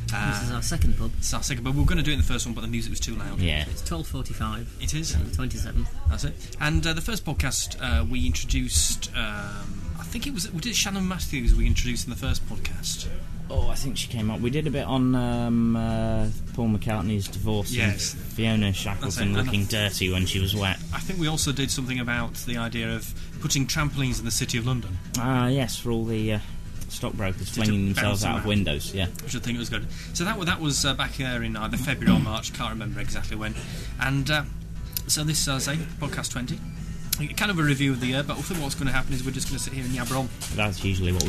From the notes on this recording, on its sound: The chaps strap on their drinking trousers and head off on a pub crawl, recording the podcast as they go.